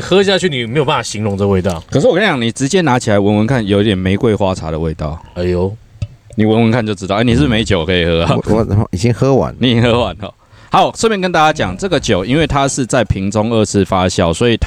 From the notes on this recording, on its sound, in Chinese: 戶外開講。我們全面升級了錄音配備。